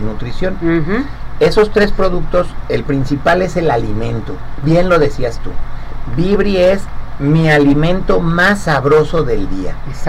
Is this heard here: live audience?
no